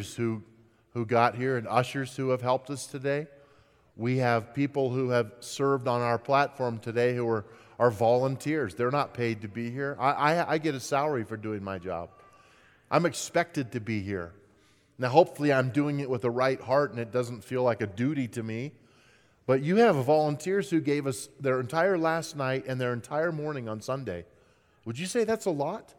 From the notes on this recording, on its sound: At Timberline Church. Live.